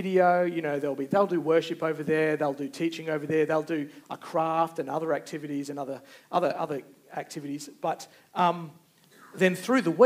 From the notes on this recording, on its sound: Recorded Live. Geraldton Baptist Church.